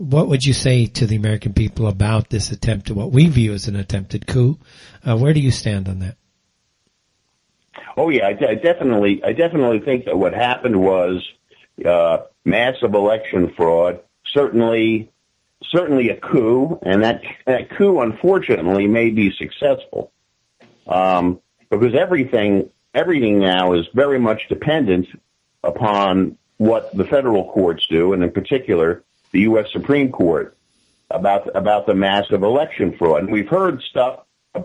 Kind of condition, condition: link, phone line